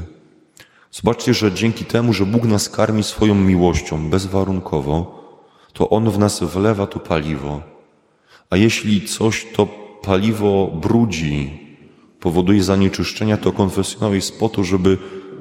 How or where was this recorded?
large echoing room